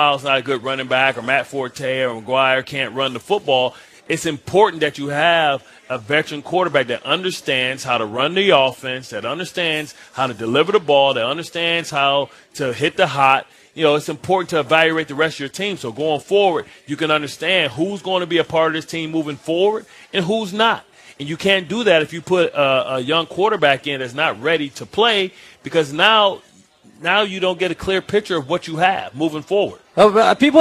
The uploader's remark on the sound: On the set at Vanderbilt's Sports & Spirits inside the Wyndham Hamilton Park.